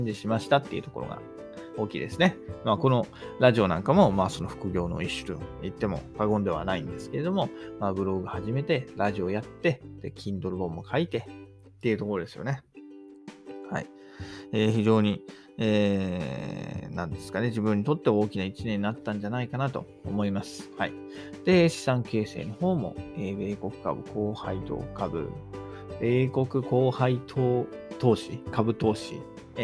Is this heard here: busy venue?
no